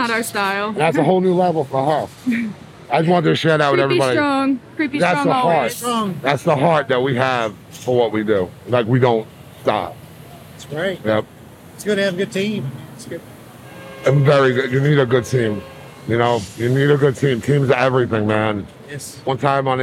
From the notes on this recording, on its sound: This interview was recorded during Transworld.